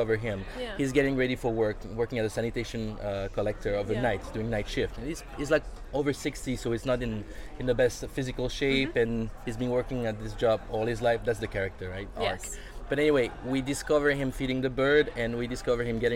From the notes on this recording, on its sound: HollyShorts LIVE. We are live, on-location at the TCL Chinese Theatre for the 19th annual Oscar Qualifying HollyShorts Film Festival.